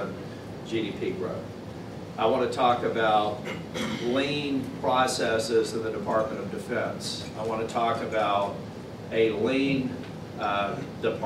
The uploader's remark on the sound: appeared before a breakfast meeting of The Ripon Society